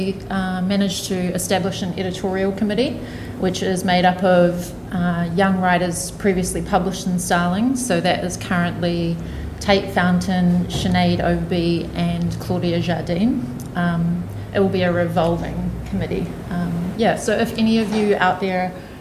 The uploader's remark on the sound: Two writers who undertook Starling micro-residencies in the Otago Museum during the festival. This event was part of the New Zealand Young Writers Festival (28th - 31st October 2021).